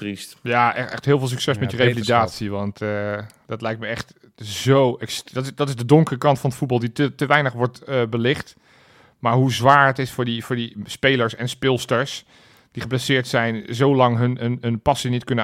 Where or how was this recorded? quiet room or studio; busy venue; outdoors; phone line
quiet room or studio